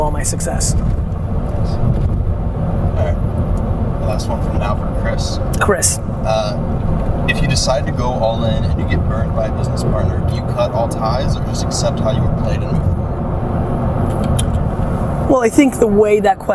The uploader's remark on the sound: To do a live Q&A in the car while traveling in Boston.